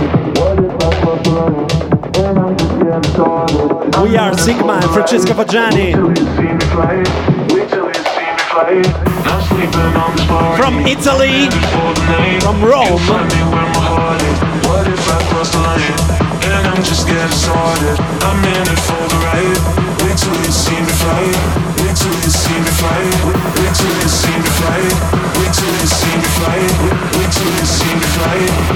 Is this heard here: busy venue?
yes